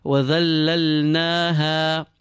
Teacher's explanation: Na and Ha are two long vowels. They should be equal in length.